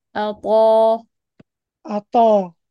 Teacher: رجع شوي اللسان، كمان دخل اللسان شوي لجوا، بعد الطرف عن الأسنان · Term: تفخيم الطاء